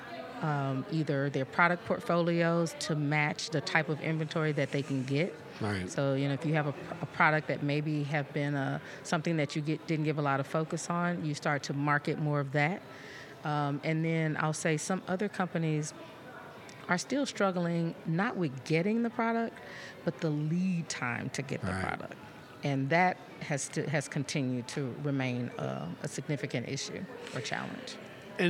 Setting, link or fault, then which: setting, busy venue